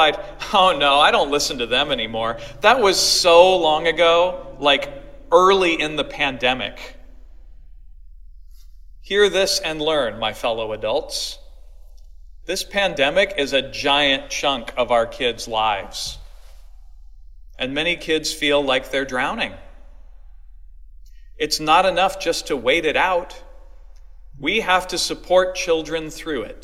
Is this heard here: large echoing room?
yes